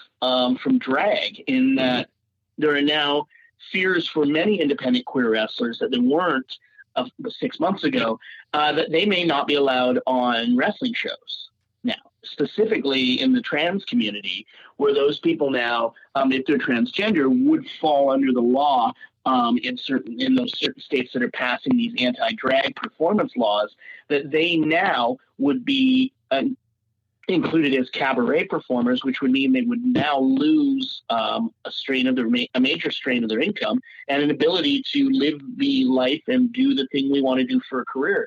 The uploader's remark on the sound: We had the opportunity to hop on the phone